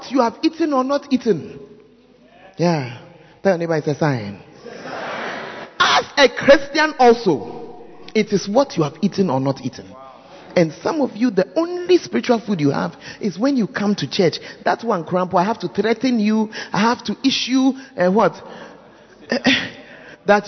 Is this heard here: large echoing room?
yes